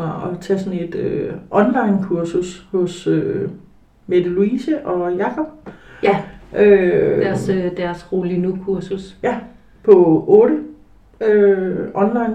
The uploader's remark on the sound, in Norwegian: Bær over med lydkvaliteten - jeg er psykolog, ikke lydtekniker (tydeligvis)